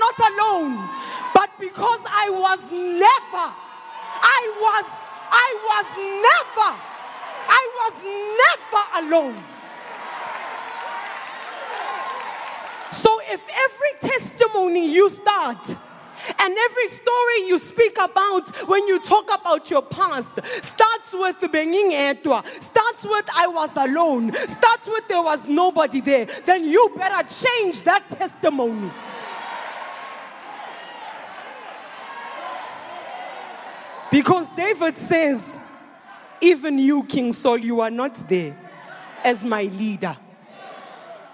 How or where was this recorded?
large echoing room